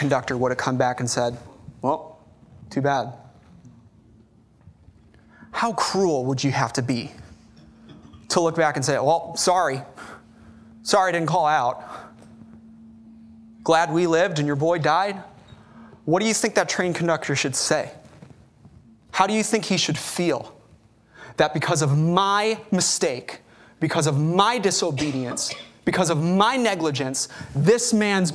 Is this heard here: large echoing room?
yes